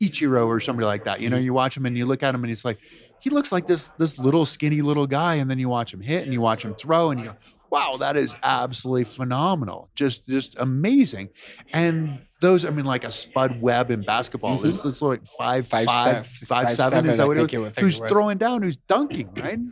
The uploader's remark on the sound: We are live from the GoBundance event